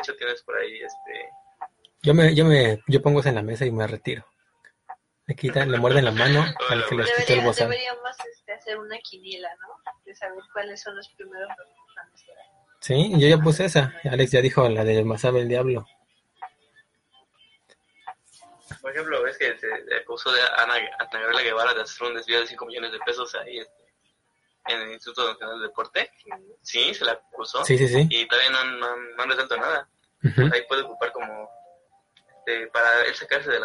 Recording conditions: video call